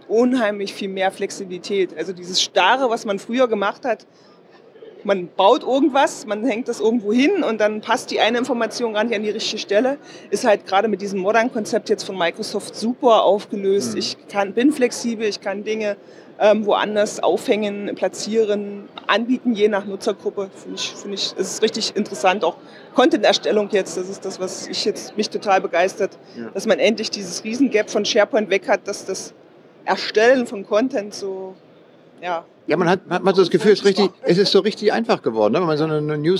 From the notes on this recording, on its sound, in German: Aufgenommen auf der European SharePoint, Office 365 and Azure Conference 2018 in Kopenhagen.